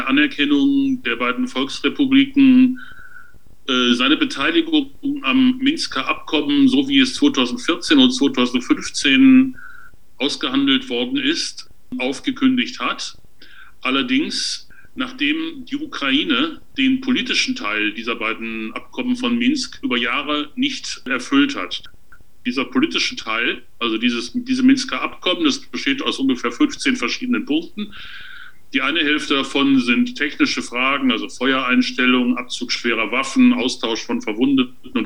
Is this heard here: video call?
yes